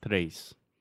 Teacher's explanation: you are putting your tongue right behind your teeth, and it's really an uh, it's more of a T sound · Term: TR sound in Portuguese